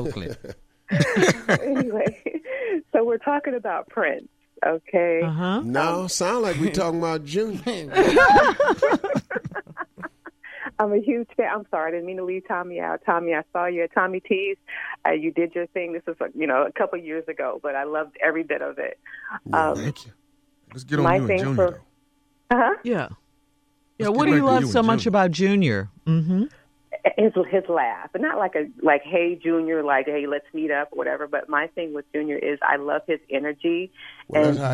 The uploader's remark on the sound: Phone Call. Oakland CA.